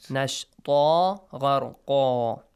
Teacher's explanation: Tanween Fatha at the end. Gharqan, Nashtan. They will be changed to Alif Mad.